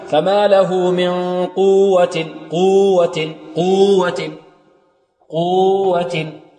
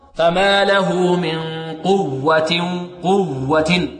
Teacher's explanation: عندها الواو مشددة فيها نبرة، يعني ضغطة، نبرة ضغطة · Shown in: second take